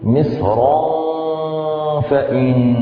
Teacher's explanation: هناك كثير من الناس يعني يرققون الراء لترقيق الإخفاء، فيقولون مصرا فإن الصواب مصرا، ده الوقف عليها عند الوصل مصرا فإن، إذن تفخيم الراء وترقيق الإخفاء